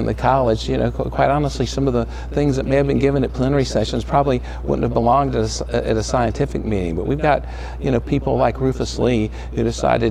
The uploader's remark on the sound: At the 2019 ACAAI Annual Meeting in Houston, Texas we interviewed the leaders of the College